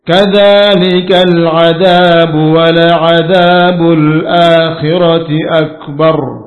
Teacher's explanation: Kalau diwasalkan ba-nya tidak pantul.